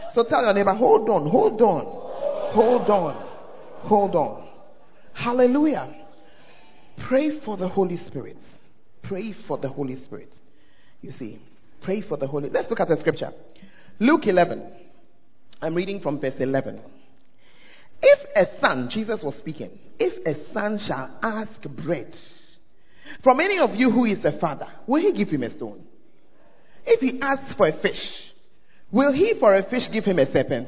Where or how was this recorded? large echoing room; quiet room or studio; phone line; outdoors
large echoing room